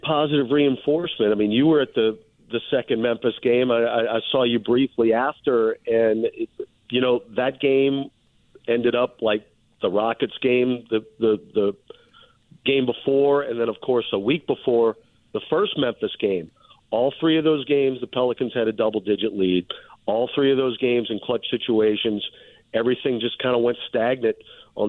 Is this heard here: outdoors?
no